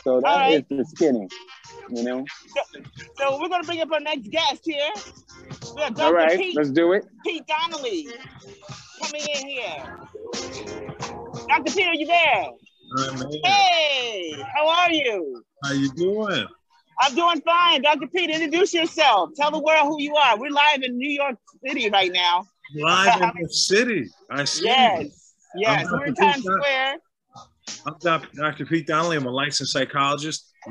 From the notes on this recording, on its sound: decided to take the show to the streets of New York City and were live in Times Square